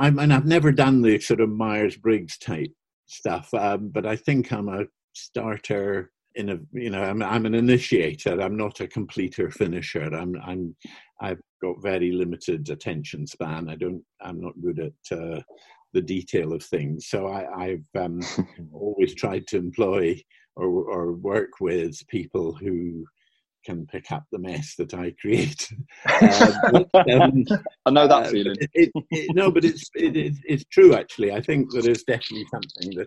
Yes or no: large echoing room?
no